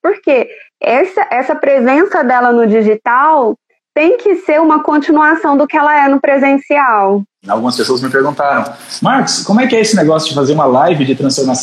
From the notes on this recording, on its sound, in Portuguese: A Live aconteceu no dia 02/06/2020 via Instagram